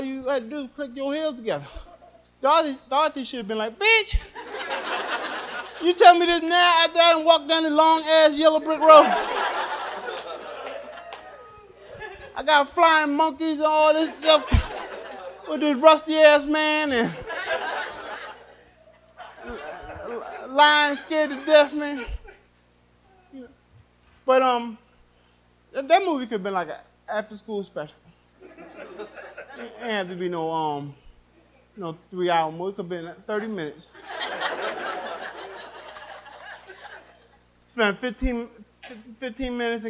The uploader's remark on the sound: Live at The Laff House